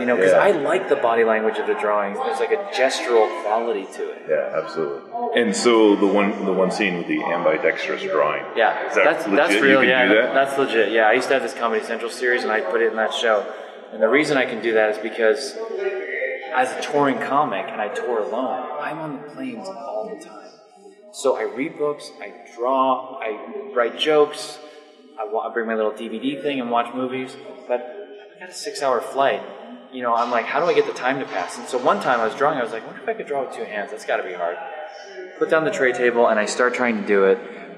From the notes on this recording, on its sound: At a small cafe just outside of the Phoenix Film Festival.